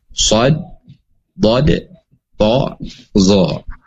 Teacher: Itbaq ini segala kondisi apapun dia dibaca tebal ya.